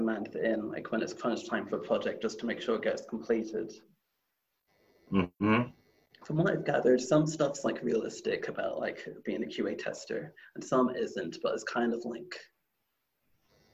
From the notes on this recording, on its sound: Please excuse the audio quality, we had problems recording this episode.